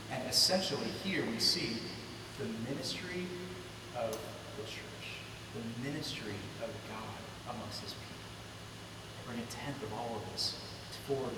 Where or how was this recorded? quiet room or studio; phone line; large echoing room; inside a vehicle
large echoing room